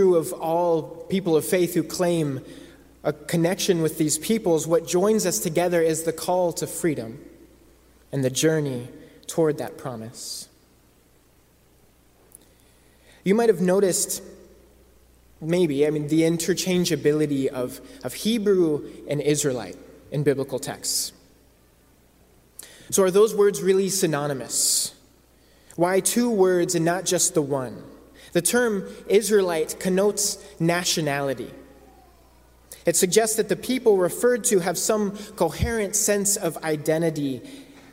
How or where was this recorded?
large echoing room